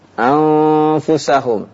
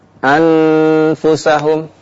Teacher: Sehingga tidak berbunyi nun yang jelas, ya, dan menjadi samar karena bertemu dengan huruf yang samar yaitu ikhfa huruf fa · Shown in: first take